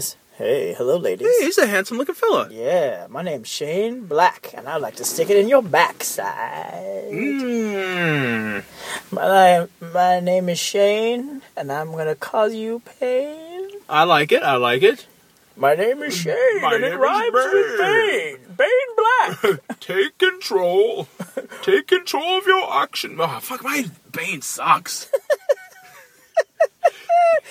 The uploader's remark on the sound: Talk nonsence while driving to get ice cream.